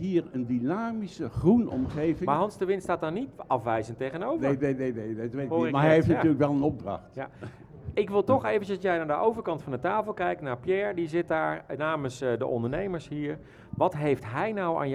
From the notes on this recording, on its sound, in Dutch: De opname van DUIC in Zaken vond plaats in Camping Ganspoort